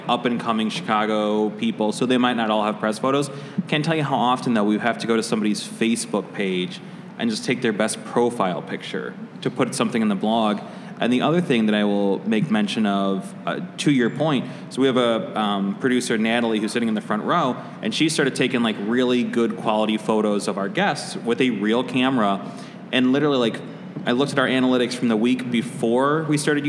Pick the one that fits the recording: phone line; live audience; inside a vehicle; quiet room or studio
live audience